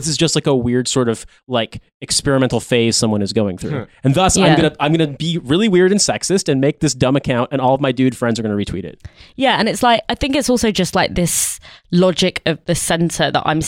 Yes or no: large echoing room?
no